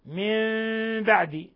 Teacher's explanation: والباء إذا وقعت بعد النون الساكنة تقلب ميما مخفى وهو حرف الإقلاب الوحيد.